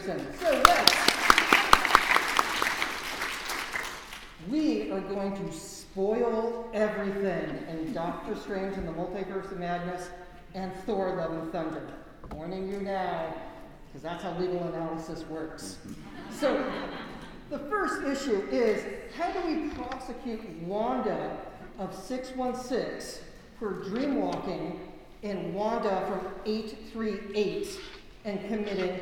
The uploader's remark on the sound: Recorded Live at SDCC 2022. Recorded at San Diego Comic Con.